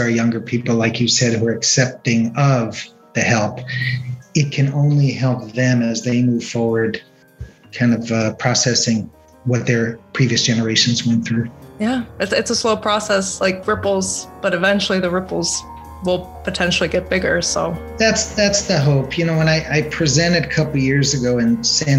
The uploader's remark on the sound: This episode was recorded on July 29th, 2021 via Zoom.